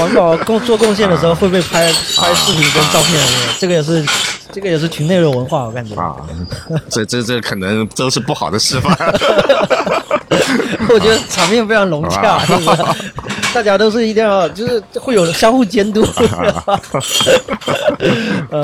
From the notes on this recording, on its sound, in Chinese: 本节目是我参加第六届厦门精酿年会的纪实。可以听到一些现场随机的采访。